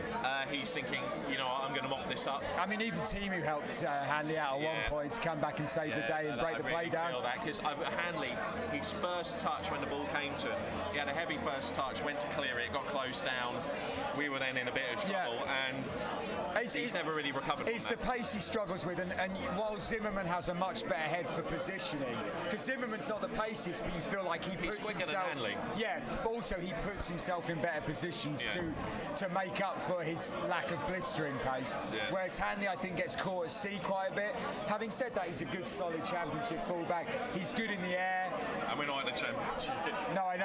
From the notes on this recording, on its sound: Live from the Newcastle Match